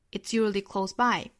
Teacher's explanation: 最后应该是 by 做重降调